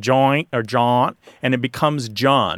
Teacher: it becomes corrupted through the lenition of the final sound. That T sound is kind of joint or jaunt, and it becomes John.